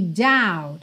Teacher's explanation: Essa palavra doubt é interessante porque ela tem BT no final, mas o B não é pronunciado